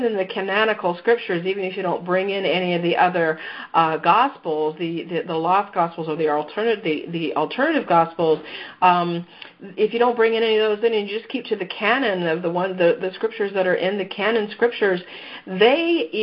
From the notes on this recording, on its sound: Mystical France Pilgrimage Teleconference.